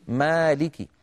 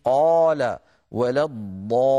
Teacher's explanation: هذا الحرف بالذات الألف مرقق إن سبق بمرقق في نحو مالك، وتفخم إن سبقت بمفخم في نحو قال ولا الضالين